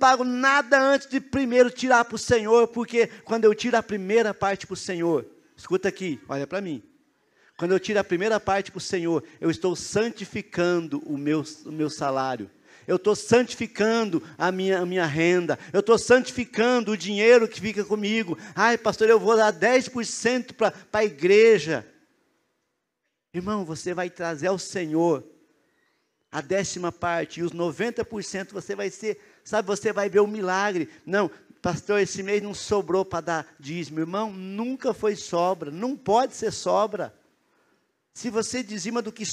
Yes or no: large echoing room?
yes